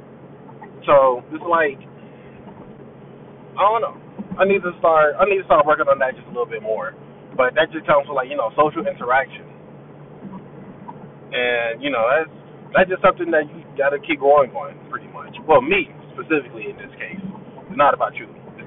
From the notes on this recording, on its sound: which was made in my car